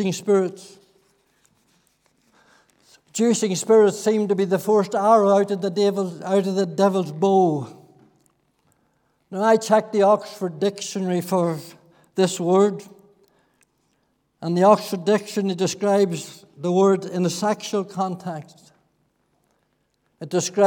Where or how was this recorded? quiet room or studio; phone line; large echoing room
large echoing room